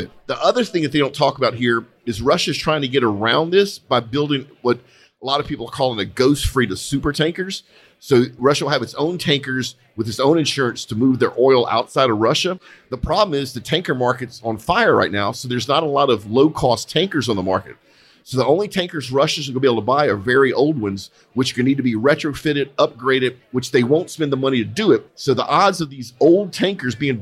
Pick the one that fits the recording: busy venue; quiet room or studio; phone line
busy venue